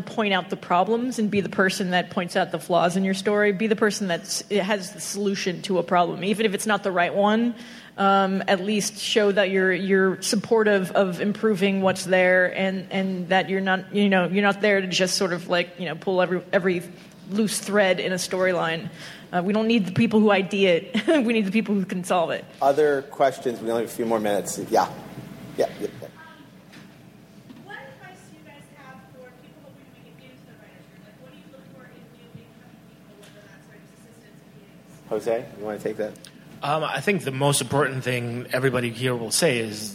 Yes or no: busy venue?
yes